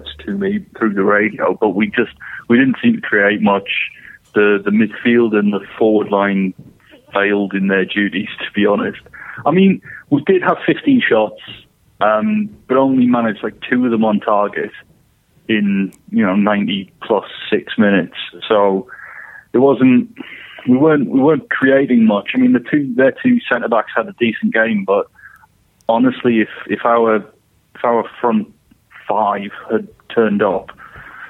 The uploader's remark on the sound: on the phone